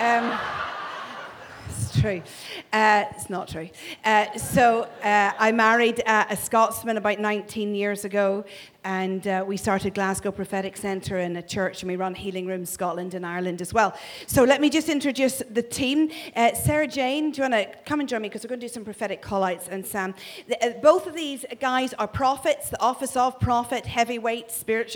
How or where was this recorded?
large echoing room